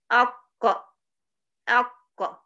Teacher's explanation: نهاية الصوت وصل لغاية أقصى اللسان، وجد أقصى اللسان ارتفع للحنك الأعلى، فكان ده آخر أو نهاية المخرج، فإذا مخرجه هو أقصى اللسان، وهكذا، تمام.